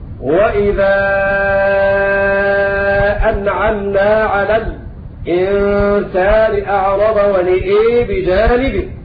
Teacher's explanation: خلف عن حمزة أمال النون والهمزة في سورة الإسراء وسورة فصلت